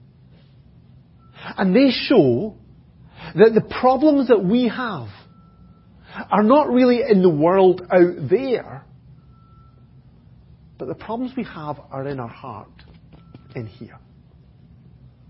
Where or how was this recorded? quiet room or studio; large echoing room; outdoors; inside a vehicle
large echoing room